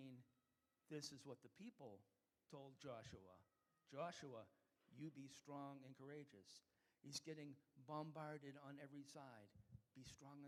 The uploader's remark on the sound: We are an international, English-speaking Christian church made up of people from all around the world. One of the sermons preached during our church service.